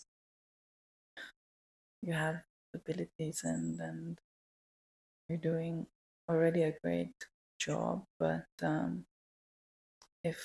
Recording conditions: poor sound quality